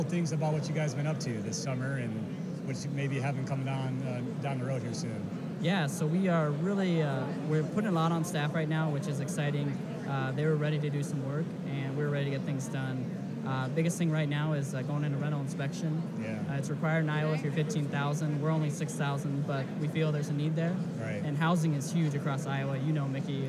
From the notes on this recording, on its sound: We took The Square on the road! This month's episode features interviews with city officials in the Exhibit Hall at the 2018 Annual Conference & Exhibit in Council Bluffs.